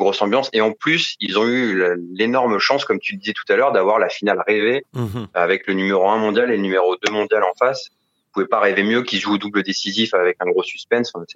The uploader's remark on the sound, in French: À Melbourne, par téléphone.